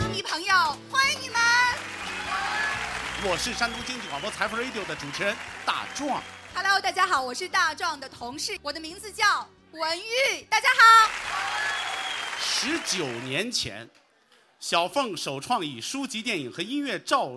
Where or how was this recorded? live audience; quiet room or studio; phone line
live audience